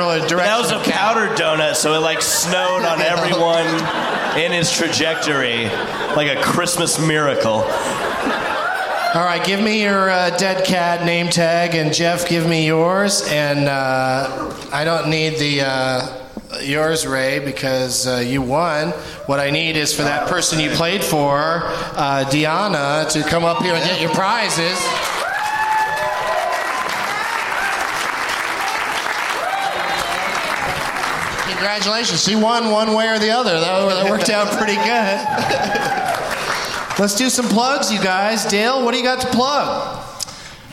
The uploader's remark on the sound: Live from the Laugh Out Loud Comedy Club in San Antonio